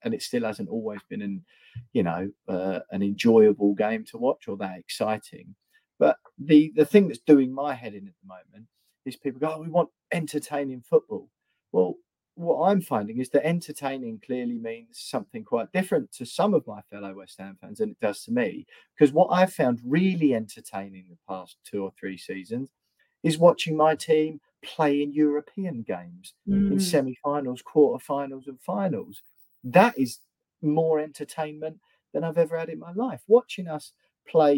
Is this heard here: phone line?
no